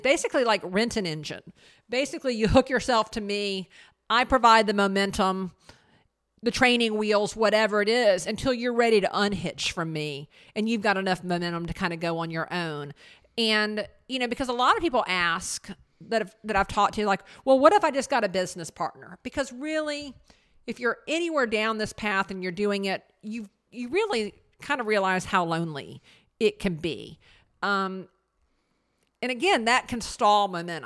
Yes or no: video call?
no